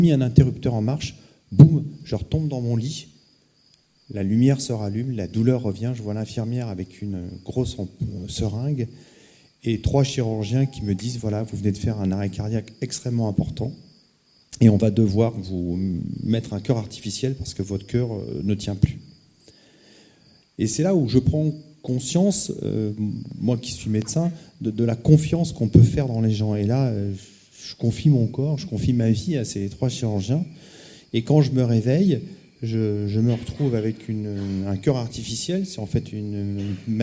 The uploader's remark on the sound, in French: partager cette expérience avec le public de la Veillée